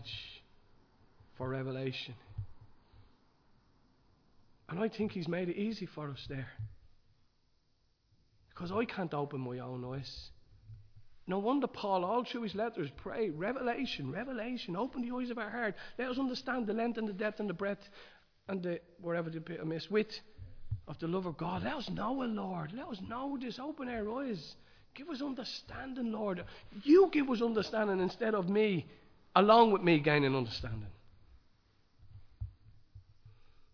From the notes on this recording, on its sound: Recorded live in Liberty Church on 26 March 2023